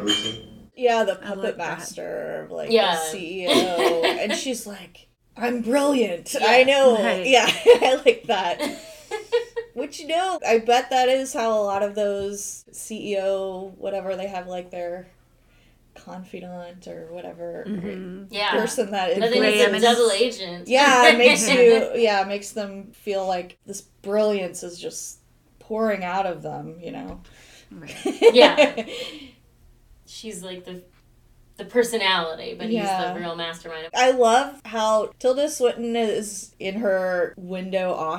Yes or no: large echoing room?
no